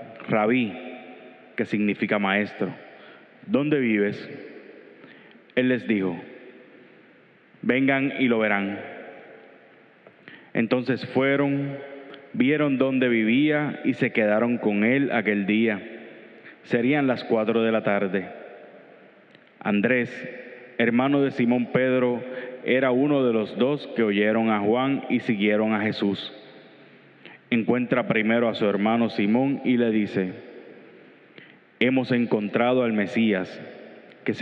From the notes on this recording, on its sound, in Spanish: Grabada en la celebración eucarística dominical en nuestro Santuario a las 6:30 A.M.